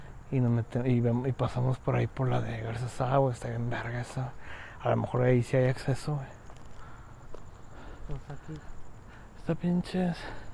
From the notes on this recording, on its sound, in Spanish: nos lanzamos a explorar con cámaras y grabadoras de sonido la escuela Carmen Romano en el obispado